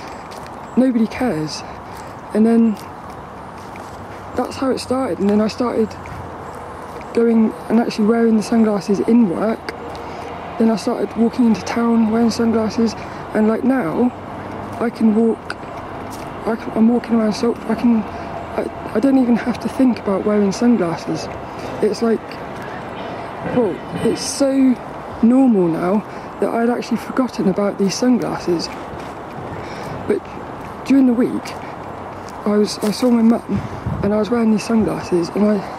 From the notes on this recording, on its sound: Record this podcast while walking through the woods of Saltrum.